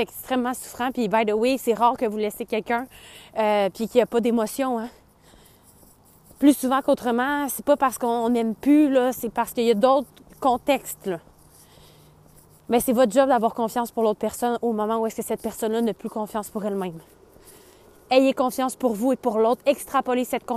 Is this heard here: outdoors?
yes